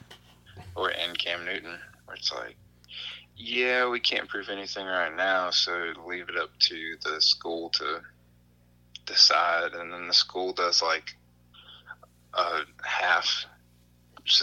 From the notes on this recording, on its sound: burnt the phone lines